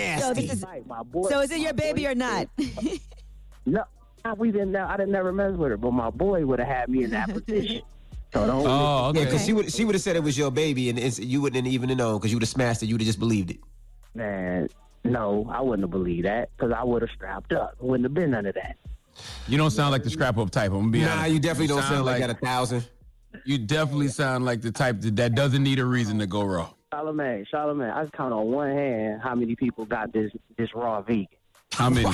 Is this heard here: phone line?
yes